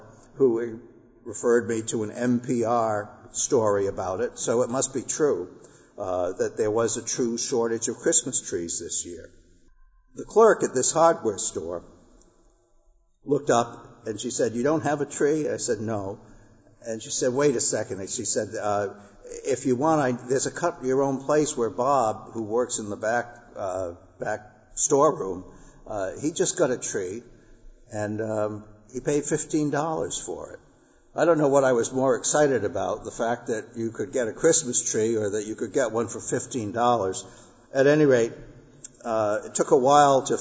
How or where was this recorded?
large echoing room